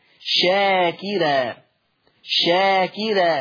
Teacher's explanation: لما تيجي مضمومة ويجي قبلها كسر، فورش بيرقق هذه الراء مثل شاكرة شاكرة، ما يقولش بقى شاكرة كحفص، لا شاكرة.